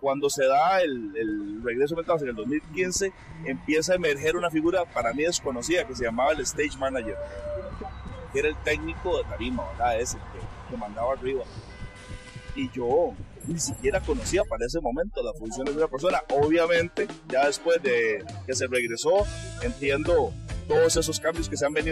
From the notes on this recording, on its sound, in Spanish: El episodio se graba en la fiesta pre-finca fest, con la participación de los organizadores del festival y algunas de las bandas que estarán presentándose en la 5ta edición del Finca Fest.